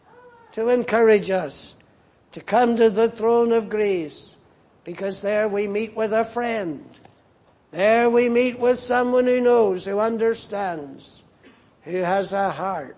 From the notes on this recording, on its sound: at the Lord’s Day Evening service on 18th February, 2024.